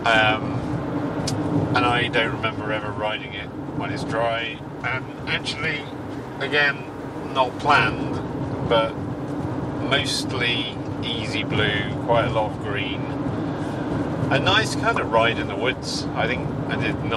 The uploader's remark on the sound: Actual ride around East Duffins Headwaters and Norton Tract also known as Walker Woods.